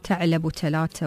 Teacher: يبدلون مثلا حتى الثاء تاء